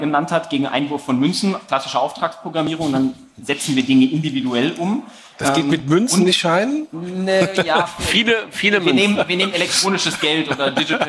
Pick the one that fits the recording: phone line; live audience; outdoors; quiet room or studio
live audience